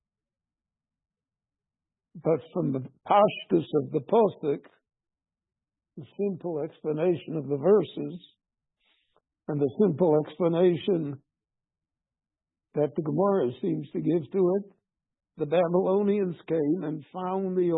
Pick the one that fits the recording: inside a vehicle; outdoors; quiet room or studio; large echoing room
large echoing room